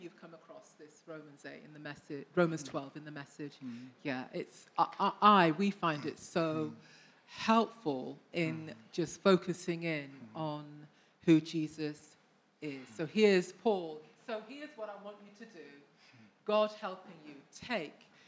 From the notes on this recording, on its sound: Recordings taken from the SA Worship Conference 2023 at William Booth Training College.